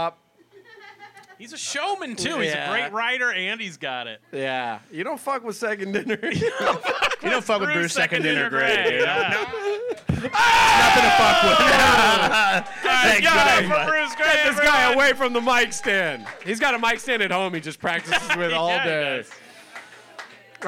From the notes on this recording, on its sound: Recorded live from the Hollywood Improv on December 7th, 2023.